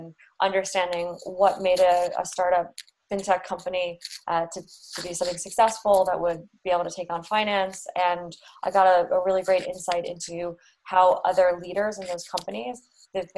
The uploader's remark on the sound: joined over Zoom